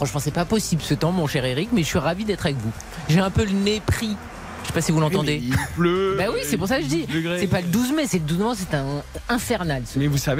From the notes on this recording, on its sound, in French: en direct de Bollaert